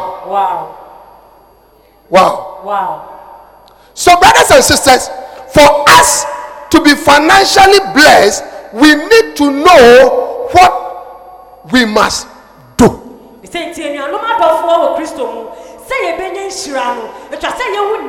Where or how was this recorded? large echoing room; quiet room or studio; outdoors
large echoing room